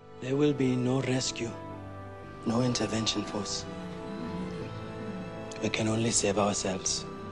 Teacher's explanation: You've got that fairly staccato rhythm that you have there.